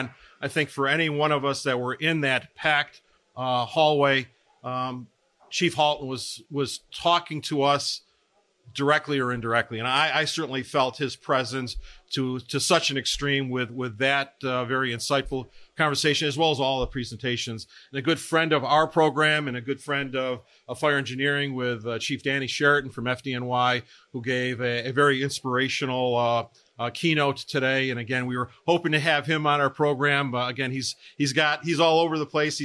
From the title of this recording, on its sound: Live at FDIC